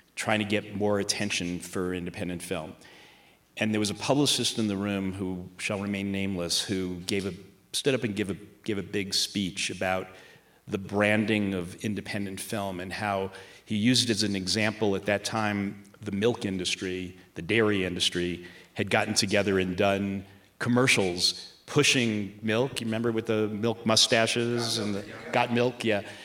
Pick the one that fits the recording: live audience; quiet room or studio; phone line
live audience